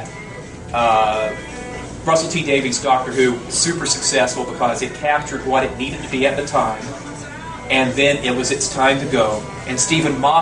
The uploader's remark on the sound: Invited me to speak at their third annual banquet last Saturday. Kindly recorded it on his Flip camera.